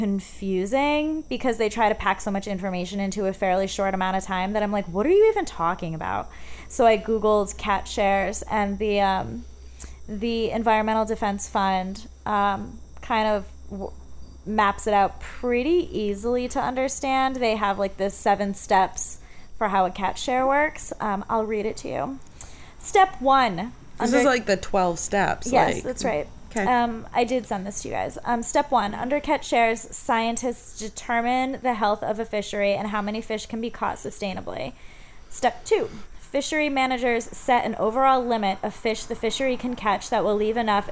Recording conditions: sounds in the background